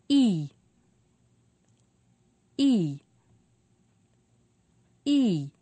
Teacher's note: E is a high front vowel sound.